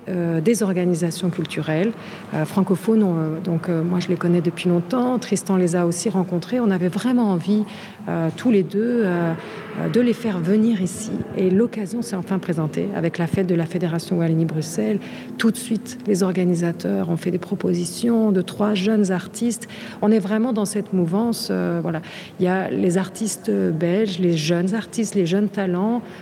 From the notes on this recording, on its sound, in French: Bruxelles vit ! – Depuis le festival Francofaune.